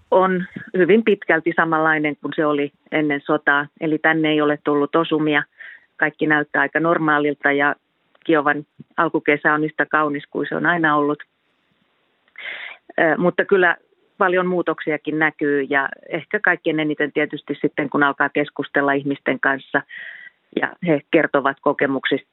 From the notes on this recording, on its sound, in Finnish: Puhelimessa Kiovaan palannut edustuston päällikkö. Studiossa Ylen ulkomaantoimittaja.